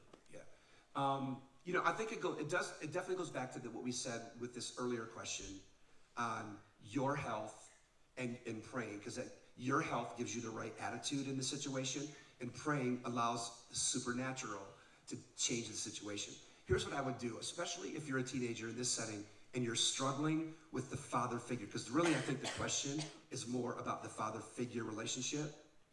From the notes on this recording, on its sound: Live Podcast From Oregon.